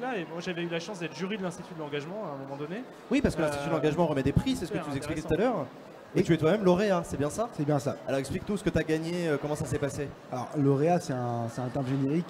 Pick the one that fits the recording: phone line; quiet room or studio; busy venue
busy venue